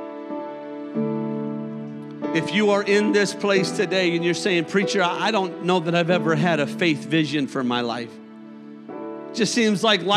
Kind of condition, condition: setting, large echoing room